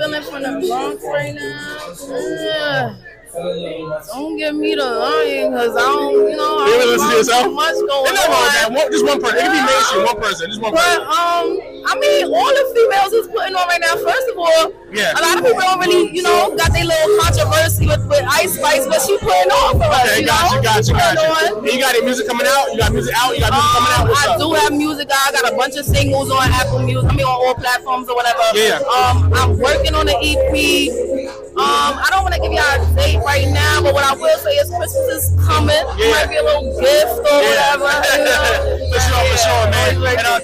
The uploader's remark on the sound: Concert Interview. Live at the Military Grind Ten Tape Concert.